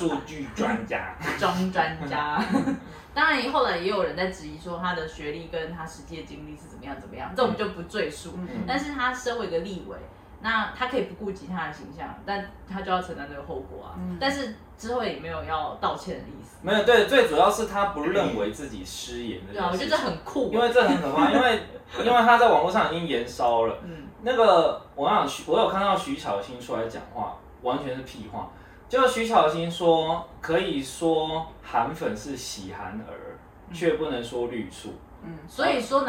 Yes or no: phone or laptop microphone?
yes